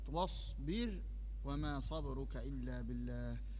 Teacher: واصبر وما صبرك إلا بالله، في من رقق الراء وفي من فخم، وليس هناك وجه عند الوقف في الدرج أو في الوقف على كلمة واصبر إلا الترقيق